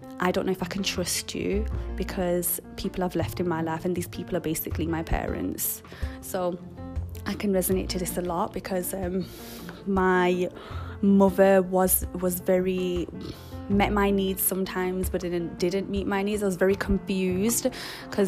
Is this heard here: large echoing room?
no